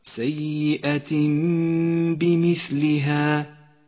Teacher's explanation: حكم الإقلاب في قوله تعالى: جزاء سيئة بمثلها، جاء التنوين وبعده حرف الباء، يقلب التنوين إلى ميم. نقف عند هذه الميم بغنة زمنها حركتان